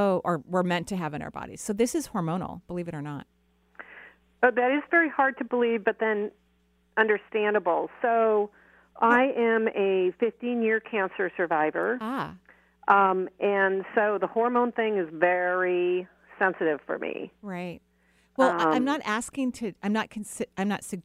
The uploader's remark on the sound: Enjoy this call-in show. Provides intuitive readings to callers from all across the globe!